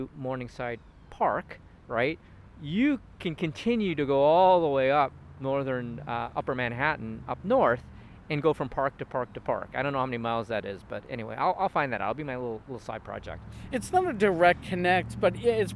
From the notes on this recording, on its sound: Recorded in the winter, we do a walking tour and discussion of St. Nicholas Park.